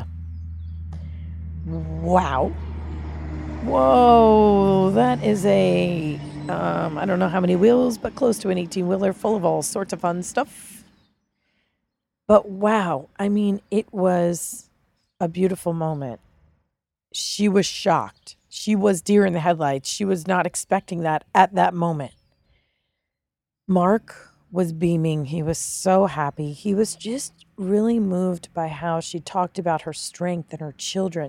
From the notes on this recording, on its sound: Live from the road: Audio journal of behind the scenes with the crew